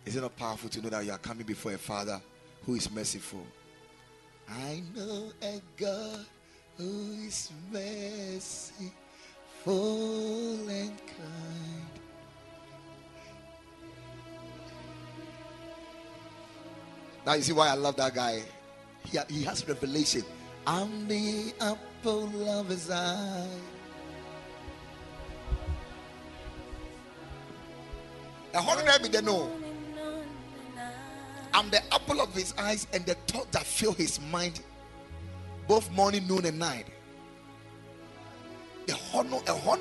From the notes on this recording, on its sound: Preached at the Sunday Service